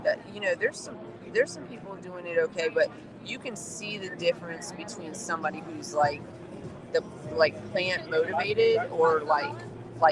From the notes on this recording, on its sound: MJ BizCon. Live from MJBizCon.